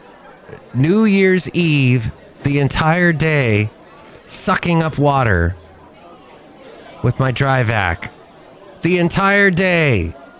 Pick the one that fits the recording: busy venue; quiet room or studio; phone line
busy venue